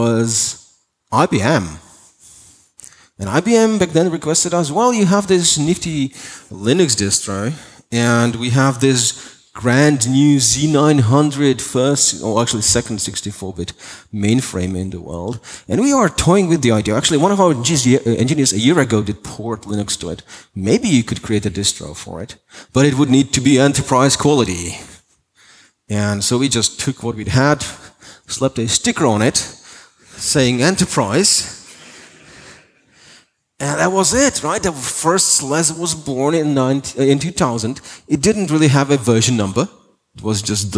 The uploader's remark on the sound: Keynote for openSUSE Conference 2018